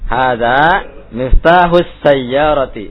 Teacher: intonasinya bukan pertanyaan yang kalimat pertama itu ya. Jadi datar saja